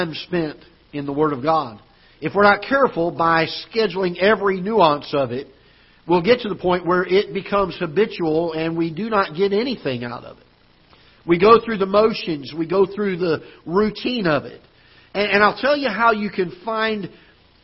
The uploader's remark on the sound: Ketha Heights Baptist Church ~ Live Broadcast